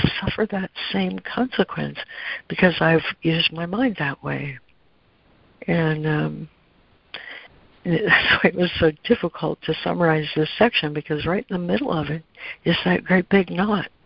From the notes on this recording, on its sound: ACIM Daily Conference Call.